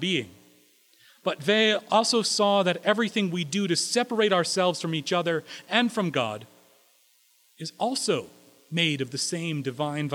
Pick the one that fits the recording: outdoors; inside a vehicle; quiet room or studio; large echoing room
large echoing room